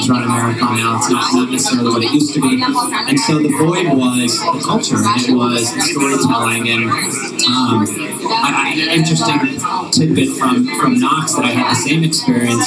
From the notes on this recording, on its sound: This episode was recorded a few days before the 2018 Boston Marathon at Tracksmith’s Trackhouse. We had some audio issues and background noise in this episode.